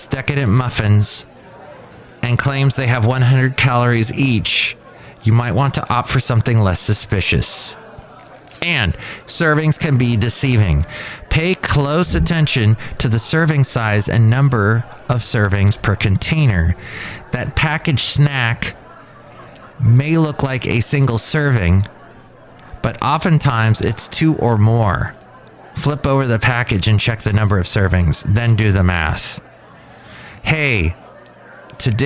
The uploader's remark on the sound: podcasts live from Café Anyway